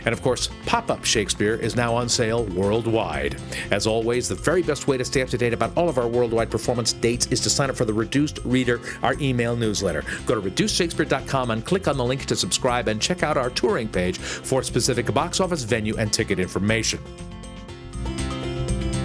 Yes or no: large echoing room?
no